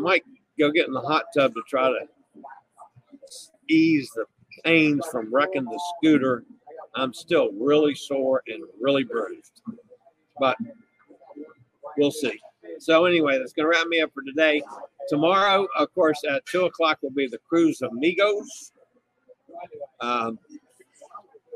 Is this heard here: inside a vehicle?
yes